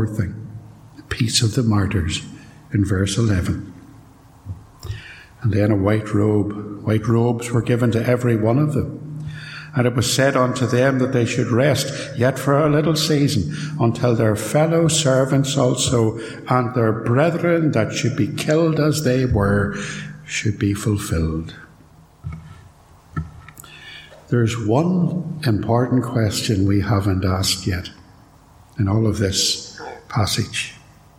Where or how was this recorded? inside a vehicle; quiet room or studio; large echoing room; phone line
large echoing room